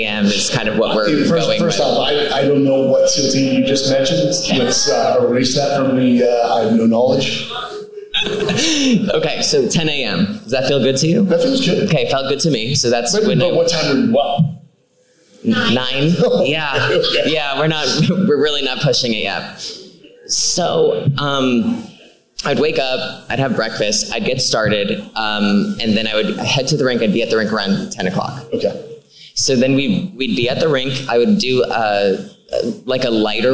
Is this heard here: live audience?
yes